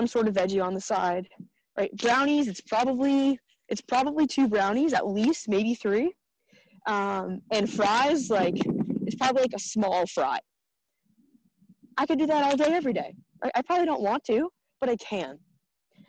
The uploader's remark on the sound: A recent recording of a group coaching call with my amazing girl gang.